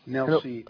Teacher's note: أقول عندنا النون مرققة والصاد مفخمة